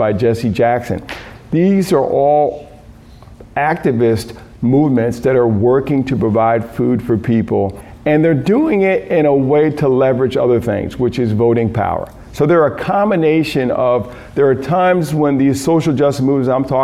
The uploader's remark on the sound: Key Note delivered at a Food Justice Symposium, March 30, 2019, Phillips Academy Andover, Massachusetts.